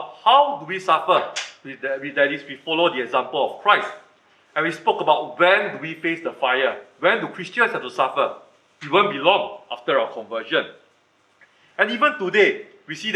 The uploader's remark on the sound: Recorded Live/Sermon